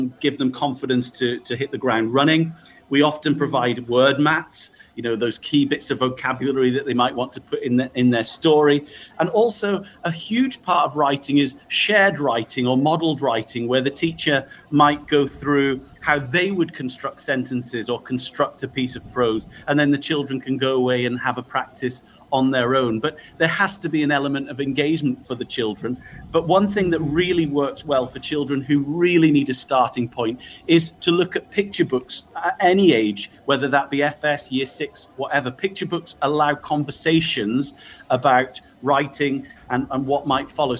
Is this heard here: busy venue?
yes